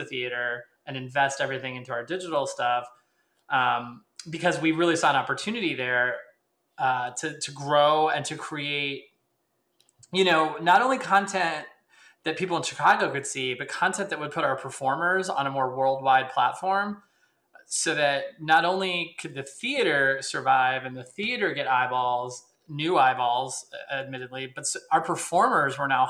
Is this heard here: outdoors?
no